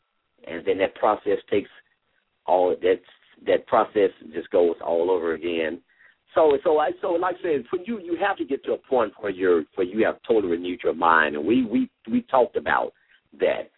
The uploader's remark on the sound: LML uses a progressive live call in format.